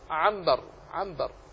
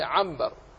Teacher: العنبر هي أصلها عن بر، وتكتب عن بر بالنون، لكن النطق عنبر، عنبر، ولا أحد يقول عن بر، وإنما هي عنبر. قلبت النون إلى ميم ساكنة ثم أخفيت في الباء · Term: الإقلاب